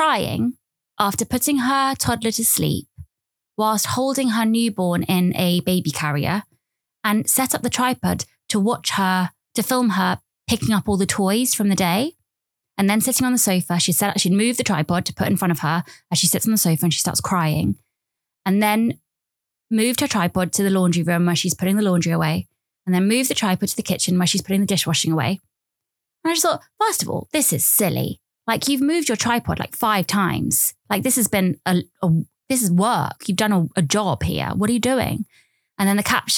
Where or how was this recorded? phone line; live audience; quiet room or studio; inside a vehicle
quiet room or studio